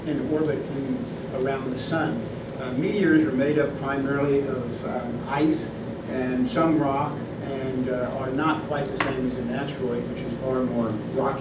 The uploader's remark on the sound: Address The Ripon Society on May 20, 2014